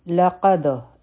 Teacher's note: دلته هم په دال قلقلا ده، ځکه چې په دال سکون دی